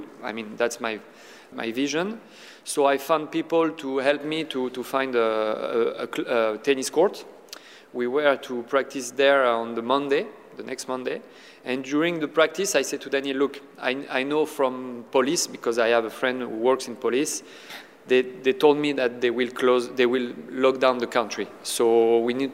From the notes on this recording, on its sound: One week on from the last Nitto ATP Finals in London we bring you some of our favourite moments and chats from eight days of live broadcast at the O2.